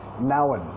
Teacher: Estamos vinculando acá y también comiendo la D.